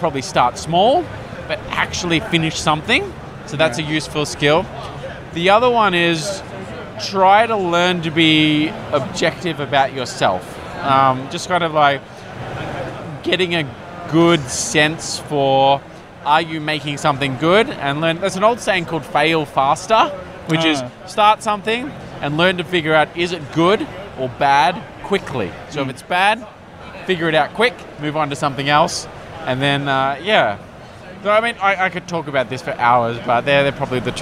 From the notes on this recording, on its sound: Recorded Friday 11th October 2019 at PAX Australia at Melbourne Convention and Exhibition Centre.